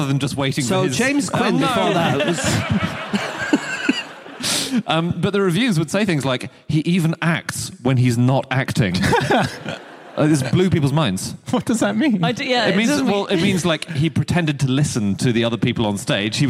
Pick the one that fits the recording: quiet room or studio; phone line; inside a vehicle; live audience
live audience